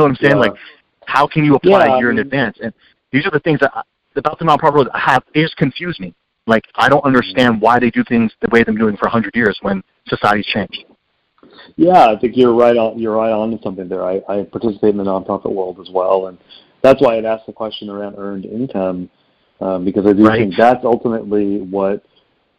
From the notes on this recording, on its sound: You're listening to KALX Berkeley, 90.7 FM, University of California and listener-supported radio. Coming at you from the Public Affairs department here at KALX. On the phone.